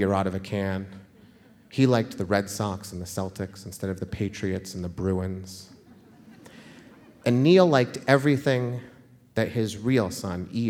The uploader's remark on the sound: The Moth Radio Hour: Live in Boston